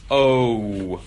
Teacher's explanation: in English we say O, it's actually a combination of O and like a W sound at the end. · Term: diphthongs